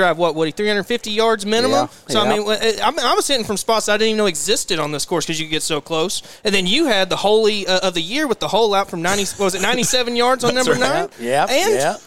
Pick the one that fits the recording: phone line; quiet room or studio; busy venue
busy venue